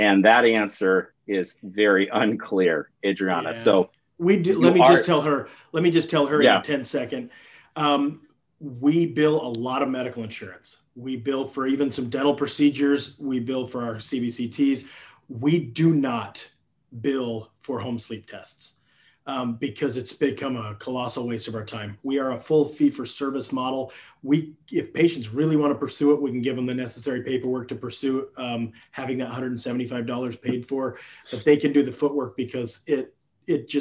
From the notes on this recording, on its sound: During this live interactive webinar